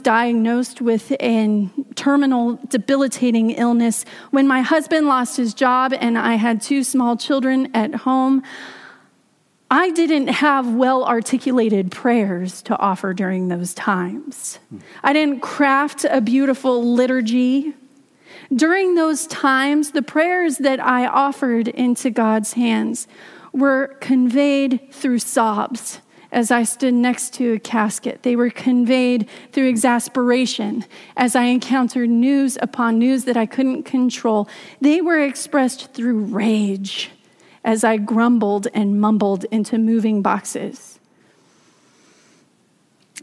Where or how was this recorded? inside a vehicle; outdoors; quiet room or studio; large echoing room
large echoing room